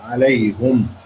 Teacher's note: هنا بقى عليهم بضم الهاء للإمام حمزة ويعقوب وقفا ووصلا، يبقى وقفا ووصلا عليهم.